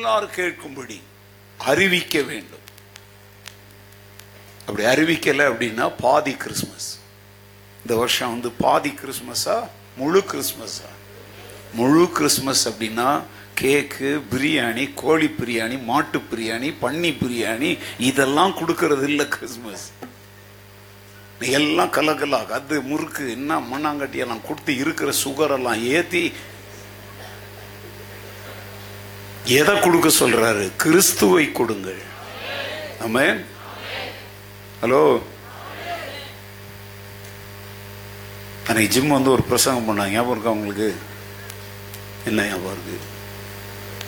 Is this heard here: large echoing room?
yes